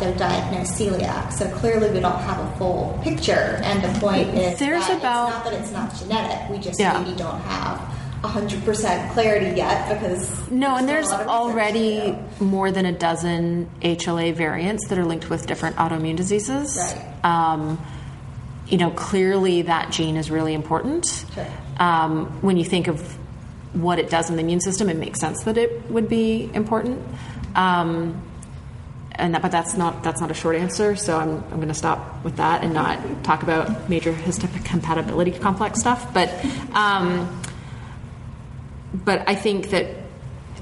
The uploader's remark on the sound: It's the third and final part of our LIVE show! Welcome to the live show, this is Part 3 of our show!